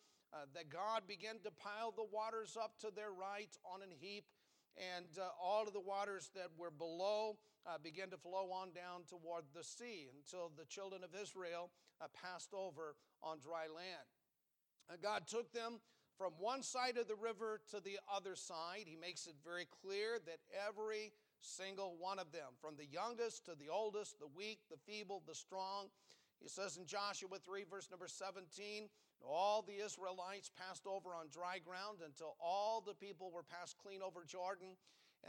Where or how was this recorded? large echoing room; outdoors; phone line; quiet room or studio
large echoing room